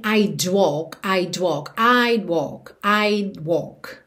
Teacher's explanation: Percebe que você nem ouve mesmo esse D, que é o would contraído, você não tem I'd walk, I'd walk, I'd walk, I'd walk, ok?